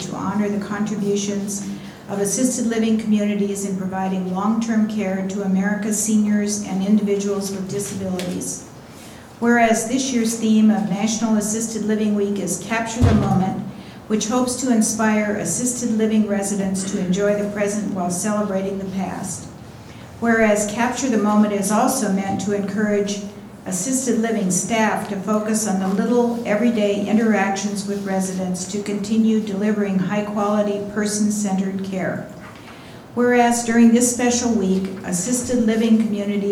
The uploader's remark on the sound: Live recording of Astoria City Council Meeting